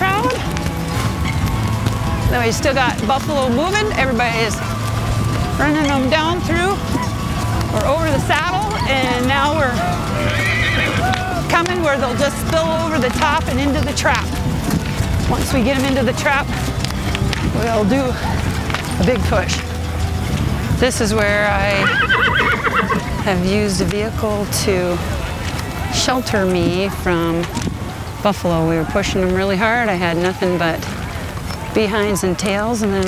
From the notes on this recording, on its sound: Riding with the Herd on Location at the Buffalo Round Up South Dakota. Recorded on-location, this audio adventure is designed to do more than just let you hear what it’s like to be there. Produced by Armchair Productions, the audio experts for the travel industry . Field recording and audio production.